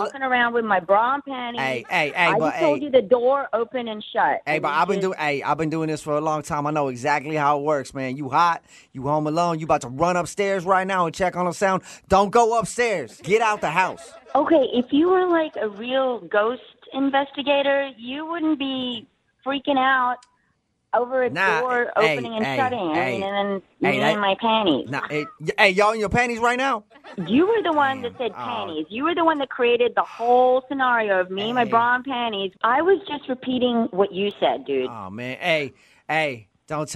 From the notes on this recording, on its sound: PHONE TAP